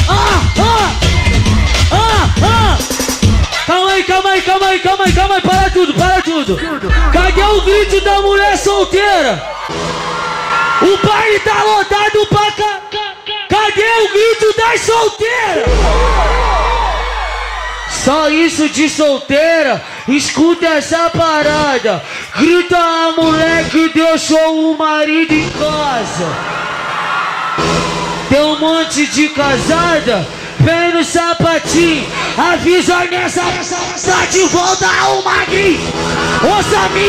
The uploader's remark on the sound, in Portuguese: SHOW AO VIVO